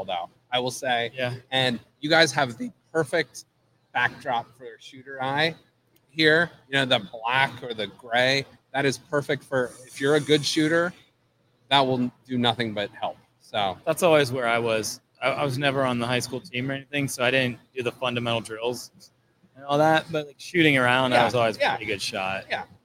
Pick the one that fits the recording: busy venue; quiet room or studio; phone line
busy venue